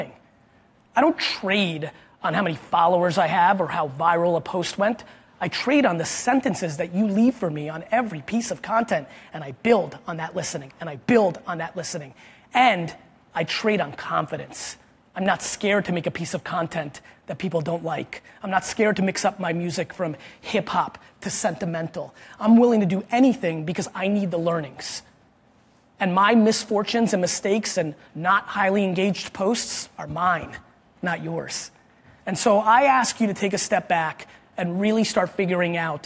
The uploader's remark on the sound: This was a really cool keynote I did at Animoto's marketing summit last week.